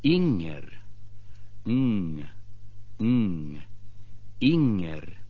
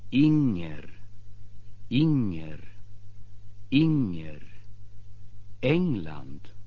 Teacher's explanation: НГ по-шведски как бы сливается в один носовой звук. Изучавшим английский язык такой звук знаком.